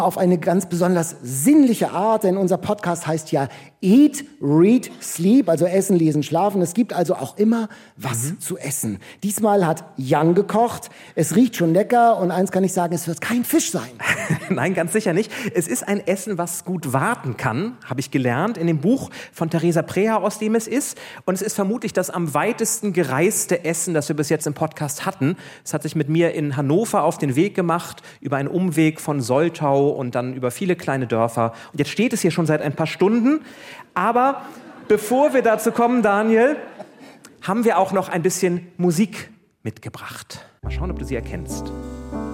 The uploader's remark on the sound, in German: Spaß mit dem Live-Publikum in der Empore in Buchholz